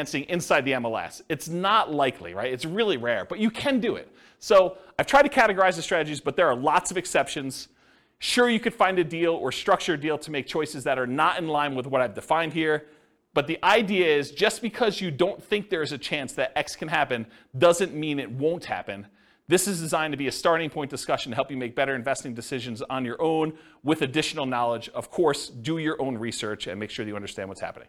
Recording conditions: live audience